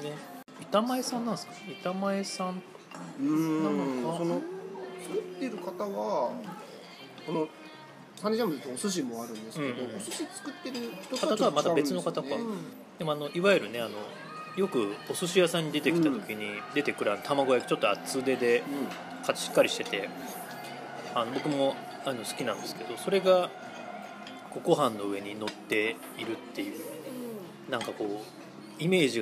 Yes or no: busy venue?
yes